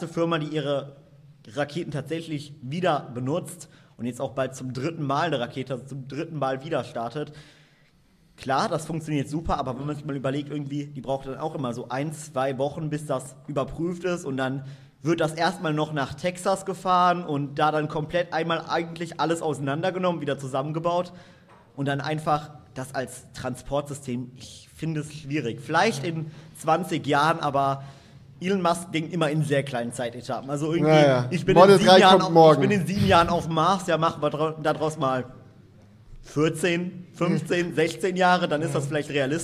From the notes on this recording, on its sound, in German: Zum ersten Mal vor Live-Publikum! (Aufzeichnung). Haben wir uns zum ersten mal vor ein Live-Publikum gewagt und gemeinsam mit euch das Theater K in Aachen gerockt.